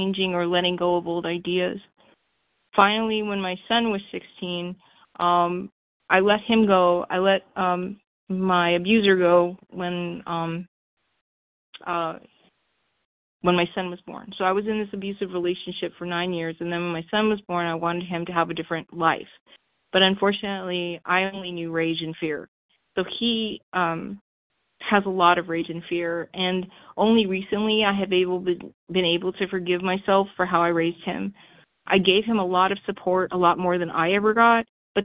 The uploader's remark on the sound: Phone Meeting, 12/1/23.